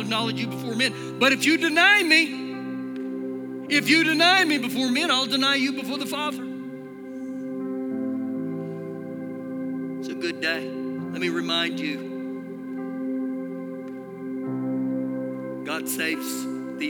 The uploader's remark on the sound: Recorded live during our Sunday morning service